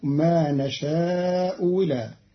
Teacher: قرأ قالون كلمتي نشاء إلى بتسهيل الهمزة الثانية المكسورة بين بين وإبدالها واوا مكسورة، فتصير ما نشاء هلا أو ما نشاء ولا، وكلها جارية في لسان العرب.